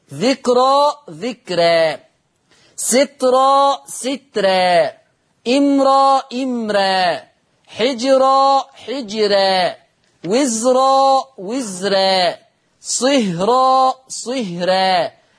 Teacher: نقراهم بالتفخيم ونقراهم بالترقيق لورش · Term: التفخيم والترقيق